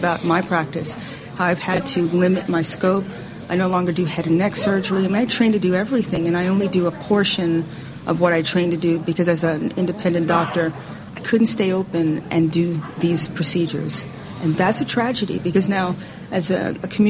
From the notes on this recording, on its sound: interviews recorded live at the conference